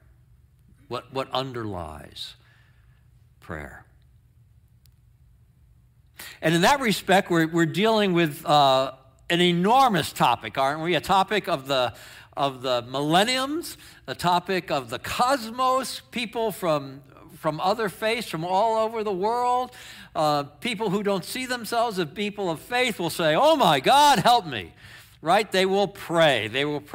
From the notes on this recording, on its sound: Sermon in our worship service on 9/3/23. Streamed live on video from our campus in Westlake Village, CA.